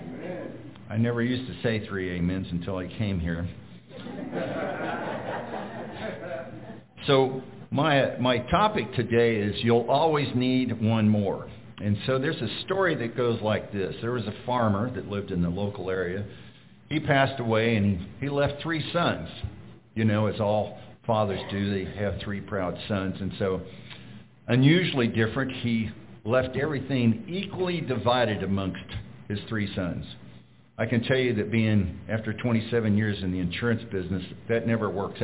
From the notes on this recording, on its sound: We will be sharing a recorded sermon. Preached at Glidden Baptist Church.